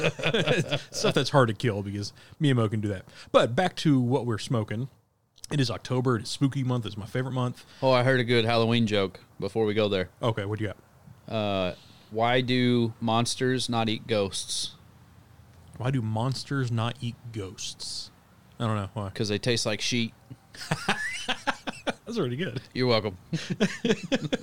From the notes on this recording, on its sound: take the show outside into the crisp cool Autum air